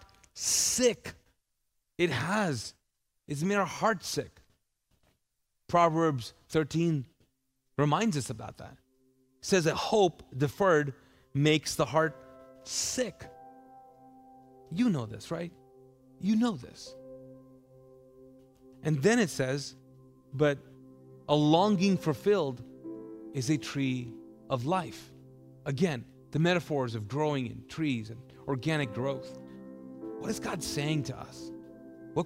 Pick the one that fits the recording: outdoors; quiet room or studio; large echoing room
large echoing room